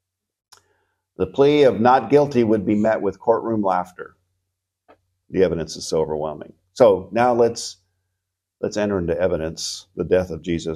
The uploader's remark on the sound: Recorded at Seabreeze Church